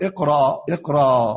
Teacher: ابدلنا الهمزة الى الف